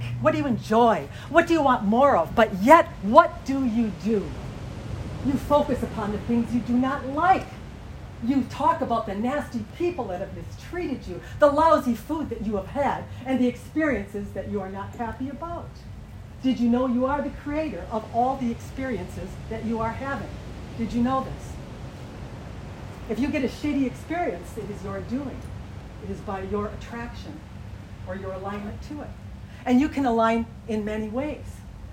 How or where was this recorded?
outdoors